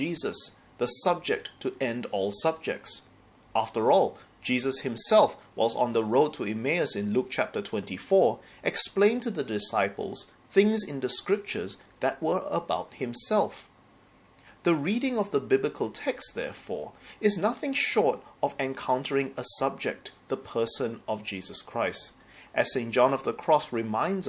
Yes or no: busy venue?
no